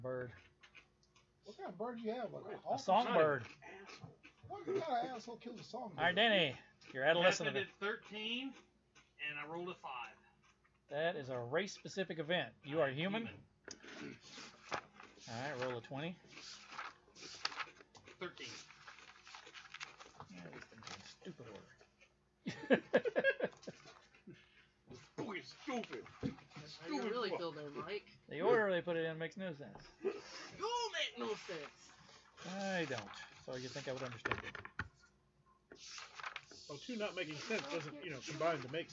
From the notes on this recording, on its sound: Apologies for the sound quality, we have already upgraded some equipment to correct the issue.